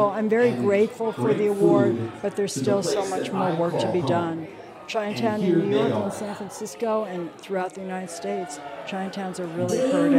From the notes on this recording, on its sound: "On the Road" at the 2022 James Beard Awards in Chicago.